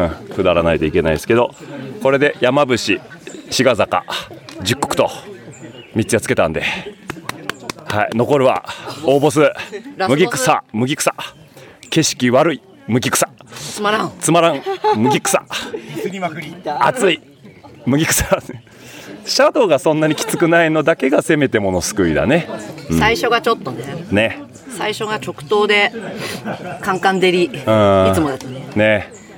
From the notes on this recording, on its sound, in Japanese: ZOOM社よりお借りしたF2-BTにて全編収録しております。今週は先日行われたAttack!299の模様を現地収録を中心にお届けします。